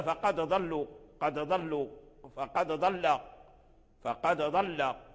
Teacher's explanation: الضاد يخرج من وسط اللسان ثم يتطاول، أي يمشي مع اللسان إلى حافته إلى قرب رأسه